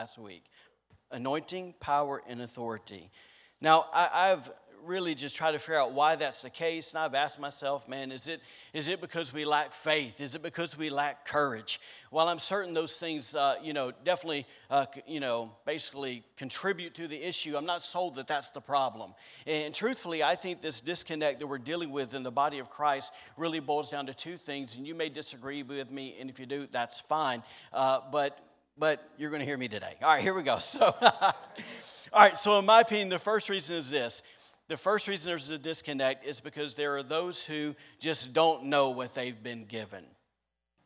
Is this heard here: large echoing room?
yes